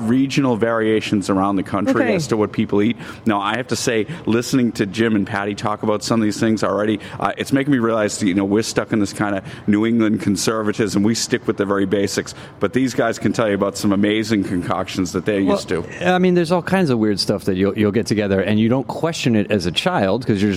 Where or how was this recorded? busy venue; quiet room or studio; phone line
busy venue